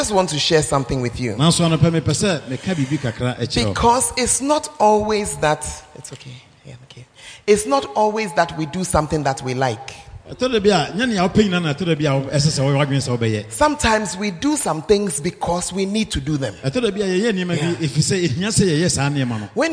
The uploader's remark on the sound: preached at Art of Leadership Conference, Nkoranza